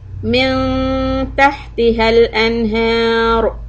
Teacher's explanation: The tip of the tongue should be away from the teeth because you don't want to connect. Then you get the ikhfa sound.